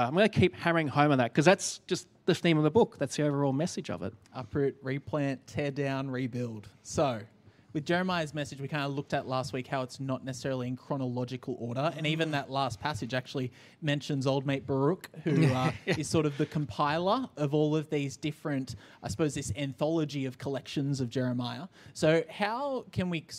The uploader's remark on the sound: Enjoy the second of our two part live BANTER, recorded at the 10am Sunday Service.